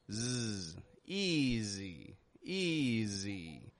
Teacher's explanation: I'm not saying easy, easy, but I'm stretching it out. I'm giving the S a little bit more voice.